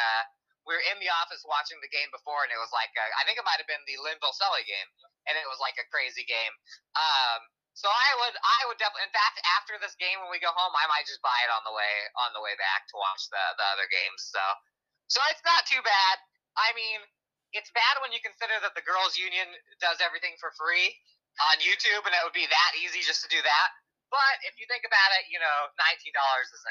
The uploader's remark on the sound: call in from the road